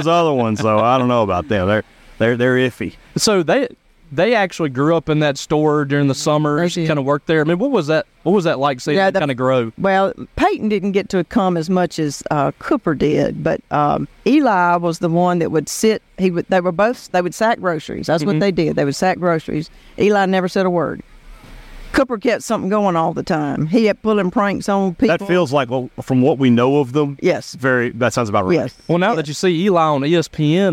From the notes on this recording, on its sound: The boys are live at the Neshoba County Fair. Live from admist all the action the fair provides.